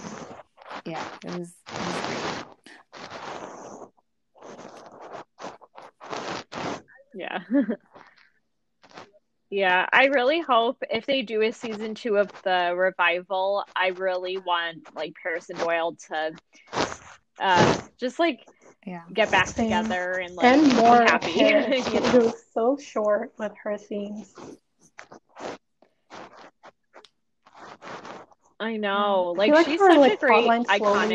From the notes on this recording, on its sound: We're experiencing audio issues in the background of this episode